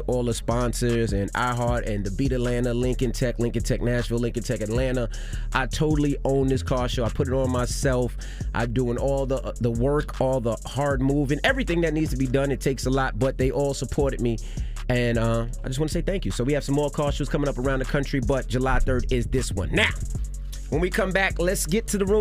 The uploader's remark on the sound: Today on the show we opened up the phone lines to see what the reasoning is for some of our listeners who are over 30 and have a roommate.